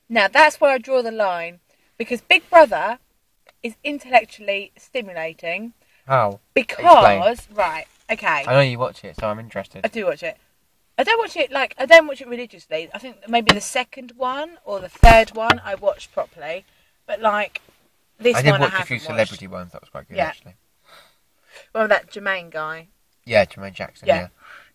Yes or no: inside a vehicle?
yes